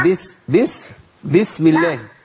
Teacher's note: ما تمطش في حركة الباء، الكسرة بتاعت الباء